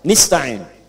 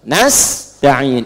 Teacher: Ada yang baca pakai kasrah, nista'in. Ya, nista'in ini bacaannya dari Bani Asad, Rabi'ah dan Bani Tamim. Tapi kita baca harus menggunakan fathah.